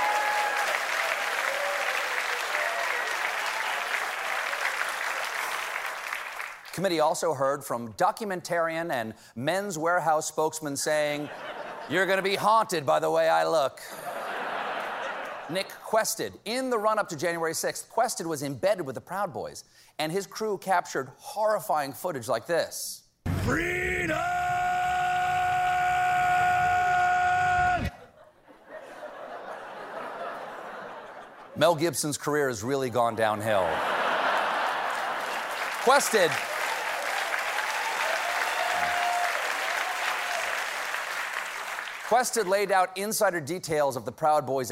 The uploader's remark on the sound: LIVE Monologue